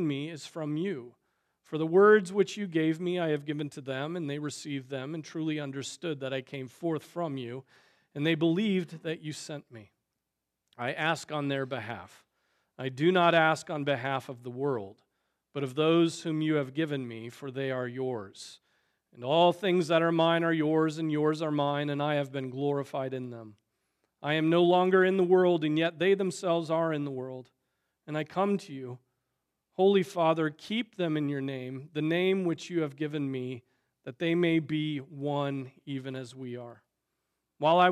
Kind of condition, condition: setting, large echoing room